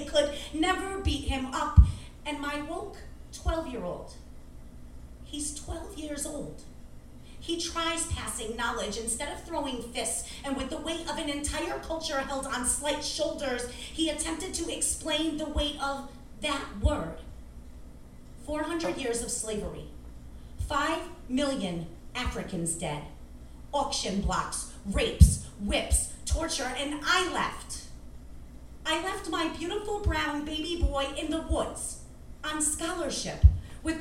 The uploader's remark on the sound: at the Brass Tacks poetry and spoken word open mic on September 18, 2018 at The Low Beat in Albany, NY